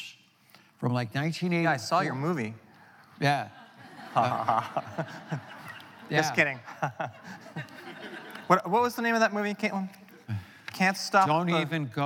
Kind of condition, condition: setting, live audience